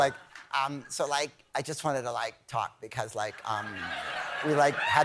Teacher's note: It's always some young lady with a vocal fry.